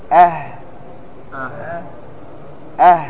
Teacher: مهموس. وهو رخو، رخو يجري معه الصوت